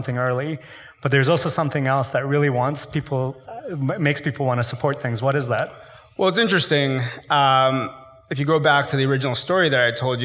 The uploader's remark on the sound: IVY hosted a live conversation